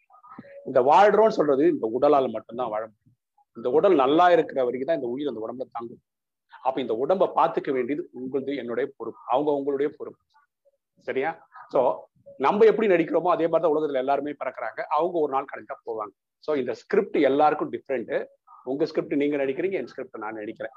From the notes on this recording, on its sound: Speech at Saveeta Engg College via zoom.